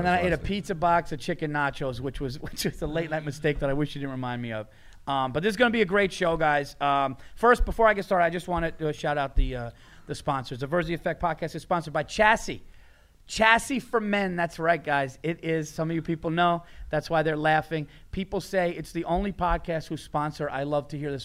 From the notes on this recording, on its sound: FROM THE ALL THINGS COMEDY FESTIVAL IN PHOENIX.